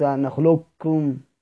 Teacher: فإن سكنت قبل القاف كما في نخلقكم فأجمع على إدغامها، إلا أنه اختلف في إبقاء صفة الاستعلاء، فبالإدغام التام أخذت داني نخلقكم، كاف واحدة مشددة بدون أي، خلاص أهملنا القاف خالص. وبإبقاء الاستعلاء أخذ مكي، إدغام نقص نخلقكم. والكاف يجب التحفظ ببيانها، إذا لحقها حرف استعلاء نحو كطي.